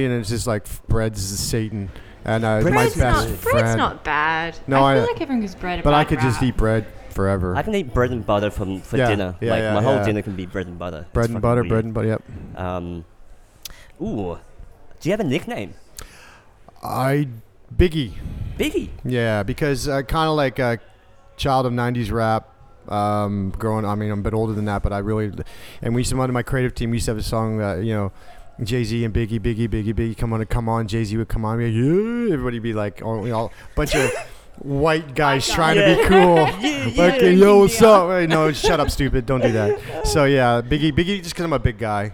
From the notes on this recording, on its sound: Emergence Festival, Margaret River. I had the honour of heading to Emergence Creative Festival in Margaret River to have some quick and casual chats with some of the speakers. Here is a segment recorded in the beautiful Vasse Felix winery.